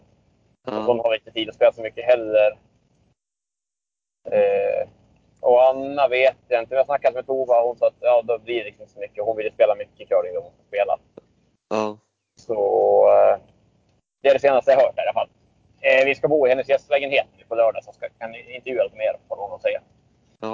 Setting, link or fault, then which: setting, inside a vehicle